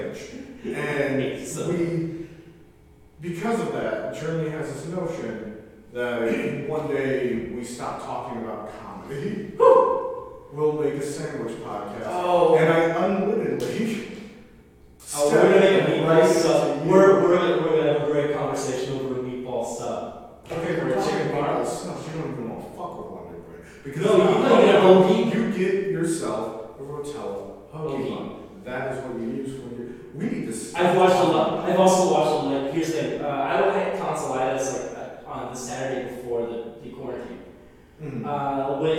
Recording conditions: large echoing room